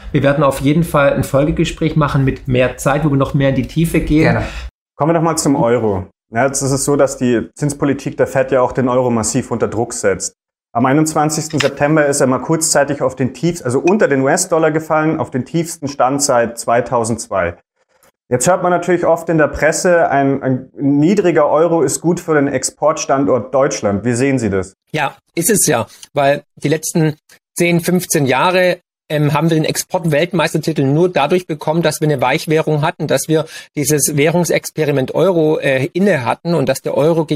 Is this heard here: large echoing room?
no